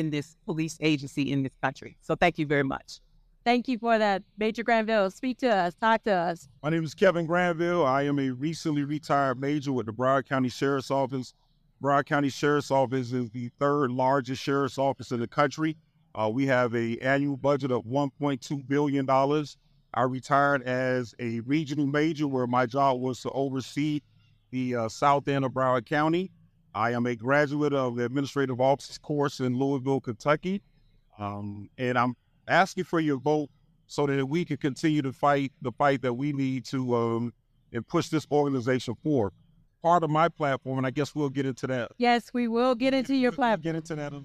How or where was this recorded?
busy venue